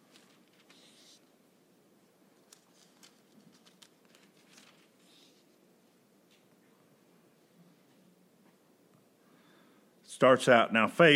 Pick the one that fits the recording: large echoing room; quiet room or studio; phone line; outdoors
large echoing room